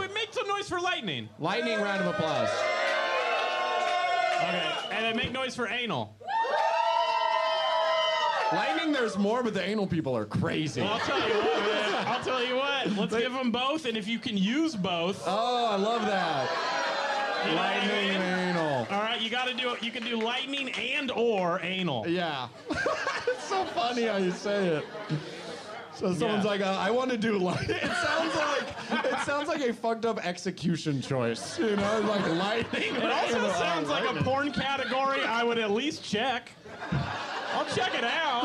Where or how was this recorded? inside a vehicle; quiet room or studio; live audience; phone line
live audience